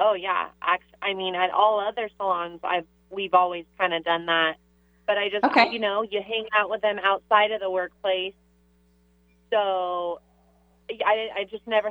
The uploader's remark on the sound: a live caller at the end